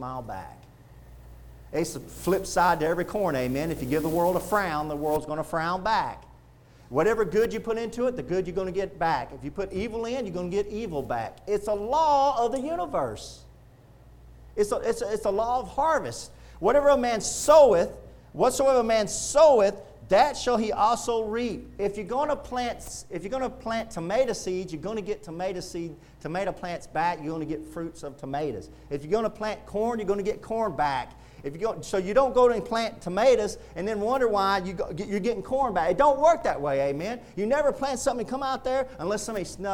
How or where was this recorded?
large echoing room